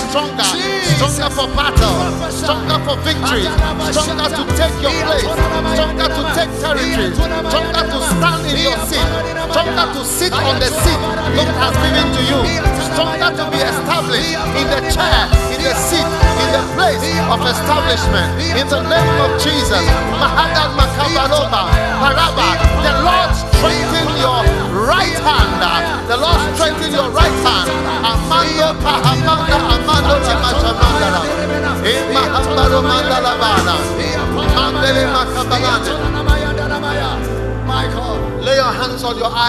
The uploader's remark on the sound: Preached at The Tsalach Night Service, First Love Center, Accra.